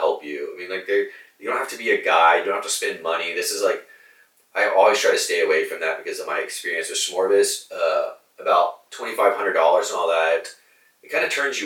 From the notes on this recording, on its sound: I lost the audio files to this podcast and had to use the audio from camera microphones.